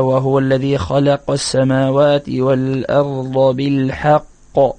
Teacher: وهذه قلقلة كبرى لأن حرف القلقلة أتى ساكنا عند الوقف ولكنه في الأصل كان مشددا